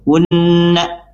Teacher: nun bertasydid dibaca mendengung sempurna dari pangkal hidung atau khayshum · Term: gunnah musyaddadah